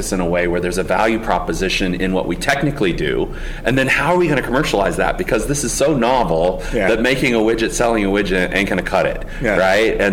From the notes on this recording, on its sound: This conversation was recorded during the 2019 Lean Startup Conference in San Francisco